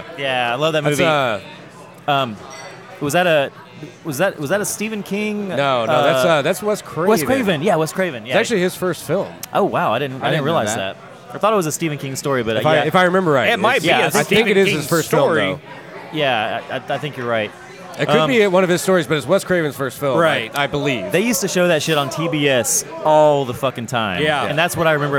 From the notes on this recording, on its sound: recorded at Rocky Mountain Pizza in Atlanta, GA!